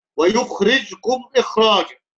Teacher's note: فالخاء هنا تفخم تفخيم قوي عشان يحدث تفاهم وتناسب بينها وبين الراء المفخمة